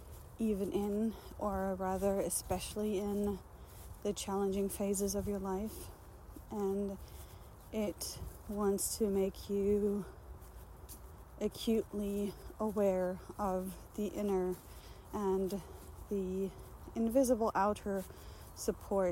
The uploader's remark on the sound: This recording was very spontaneous again, unfortunately, therefore without my mic, recorded directly into the phone. The autumn wind had some fun in it as well, sharing its own message relentlessly. I tried reducing it, because I‘m really sound sensitive and struggled a bit with it. I couldn‘t get it out without making it sound like I‘m in an empty factory building.